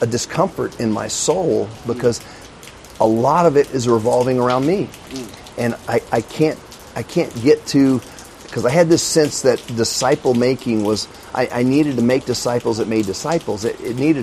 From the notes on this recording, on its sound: This recording was done from back of the hall where the Catalyst camp was held. The audio has been affected as you will hear by the surrounds of heavy rain on one side and people on the other.